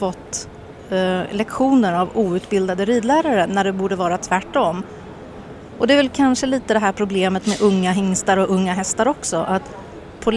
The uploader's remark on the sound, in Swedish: Poddat live från en spånbal vid entrén till Brabanthallen i den Bosch, Holland